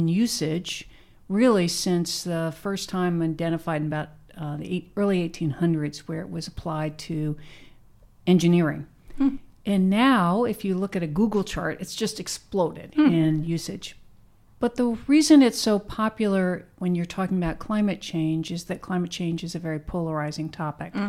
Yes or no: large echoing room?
no